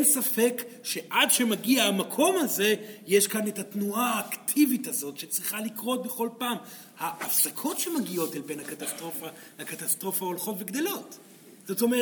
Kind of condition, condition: setting, live audience